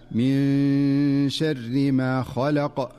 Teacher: ومن أمثلته في قوله تعالى من شر ما خلق، فالنون الساكنة في من جاءت قبل الشين فتخفى النون من شر، فتخفى النون مع غنة مناسبة من غير أن تتحول إلى نون ظاهرة ولا أن تدغم في الشين · Term: الإخفاء